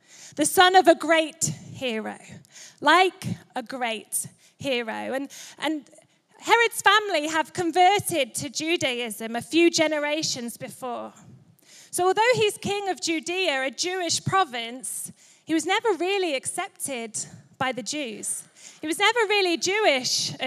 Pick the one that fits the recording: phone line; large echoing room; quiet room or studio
large echoing room